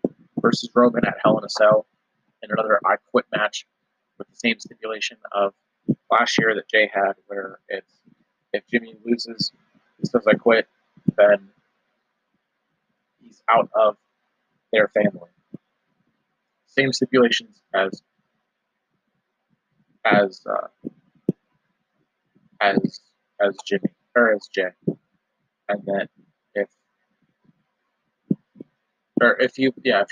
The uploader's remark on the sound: This audio is rough I apologize. Was recording some of this in my car i apologize if it sounds a little quiet or off.